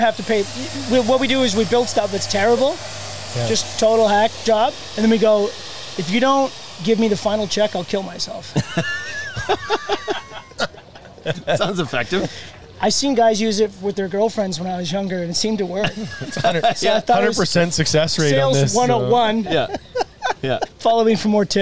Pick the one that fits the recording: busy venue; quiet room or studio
busy venue